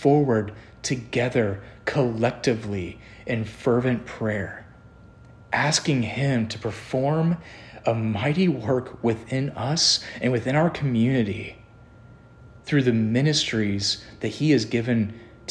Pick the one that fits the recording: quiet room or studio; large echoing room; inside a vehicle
large echoing room